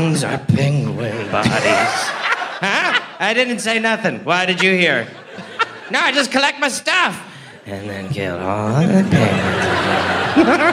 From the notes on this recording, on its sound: Live from Melbourne, Australia